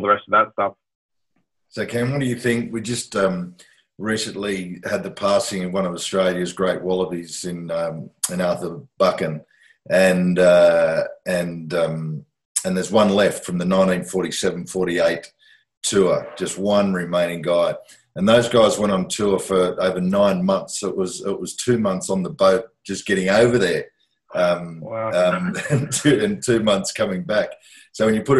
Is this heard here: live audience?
no